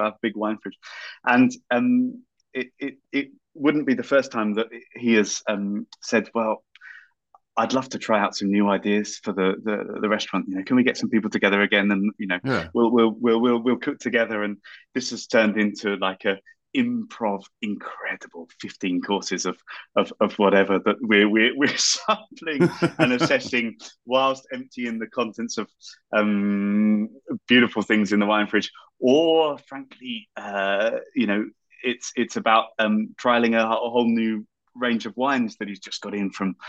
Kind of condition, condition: link, video call